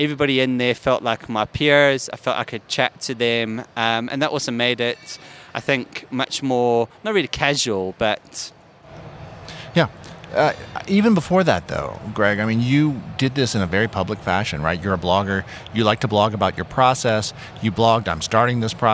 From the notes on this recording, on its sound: This podcast was recorded live at VMworld 2016 in Las Vegas.